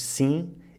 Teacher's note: Aqui o M final é basicamente uma vogal e, portanto, a nossa boca não fecha. Dizemos sim e não sim, que é o erro típico que a maior parte dos estudantes de português fazem.